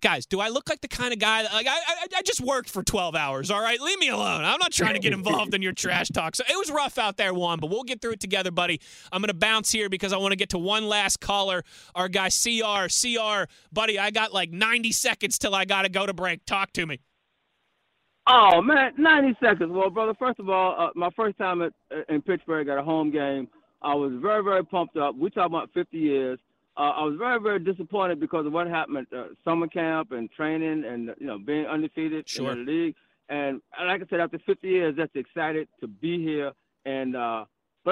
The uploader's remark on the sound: They also get to your phone calls and questions.